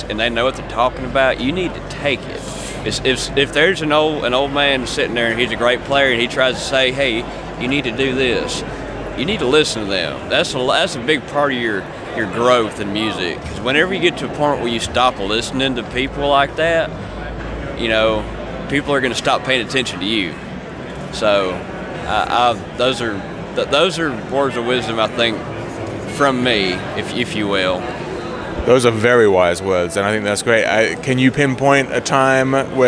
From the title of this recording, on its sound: Live From IBMA 2022